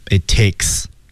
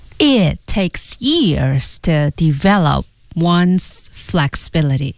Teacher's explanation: It takes years to develop one'sflexibility，降调啊。那么在节奏上来说的话呢，我们要注意这句话呢，它节奏挺快的，其实感觉，但事实上是这样吗？我们看 It takes years to develop one'sflexibility，develop， develop P 这个字母要失去爆破